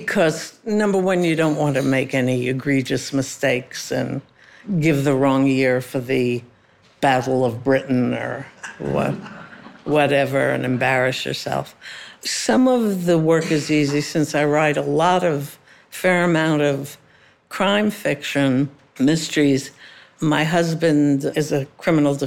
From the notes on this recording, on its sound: Was a special recording that happened earlier in the year at an event at Temple Emanu-El in New York City for their women's group. We did this in front of a live audience, which was a lot of fun.